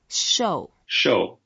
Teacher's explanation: Shou is the fourth tone as well, so we go down.